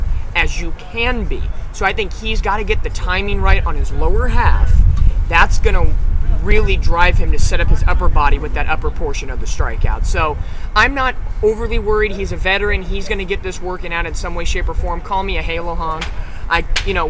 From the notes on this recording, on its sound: Replay of the live from the Tailgate.